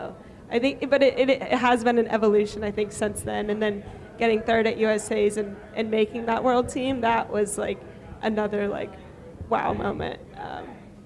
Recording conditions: live audience